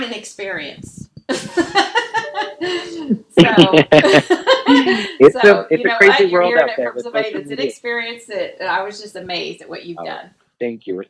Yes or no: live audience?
no